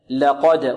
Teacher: القاف مفخمة والدال مقلقلة